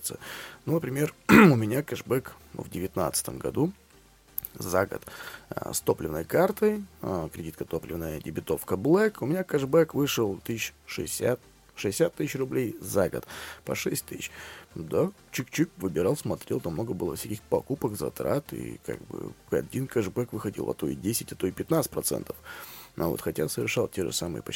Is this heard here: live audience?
no